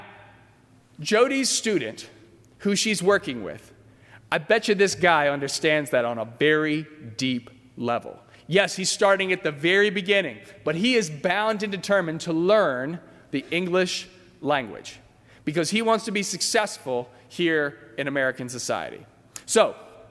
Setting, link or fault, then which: setting, large echoing room